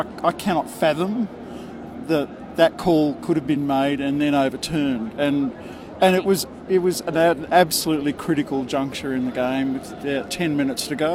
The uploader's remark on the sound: The Greenhouse Live was on location at Sydney Olympic Park after the 2019 Grand Final.